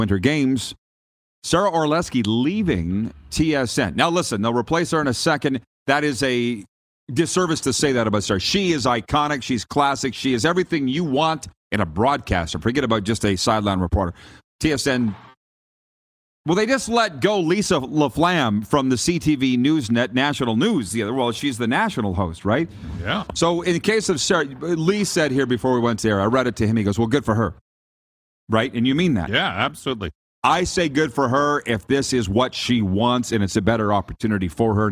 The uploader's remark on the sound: LIVE from inside Rogers Place in Edmonton, Alberta... Site of the 2022 World Junior (2.0) championships!